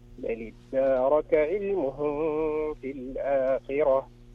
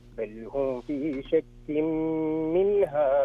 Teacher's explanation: في حكمين متشابهين، الأول قرأته بالغنة والثاني بدون الغنة